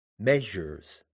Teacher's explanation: The word measures is trochaic